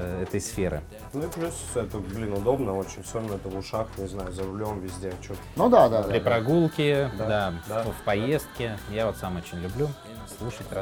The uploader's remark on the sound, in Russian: записывали во время прошедшего недавно MBS 2019